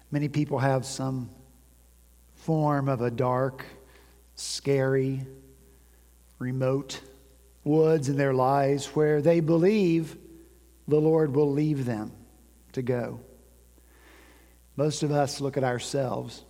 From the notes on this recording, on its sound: At Redeemer Presbyterian Church in Charleston, SC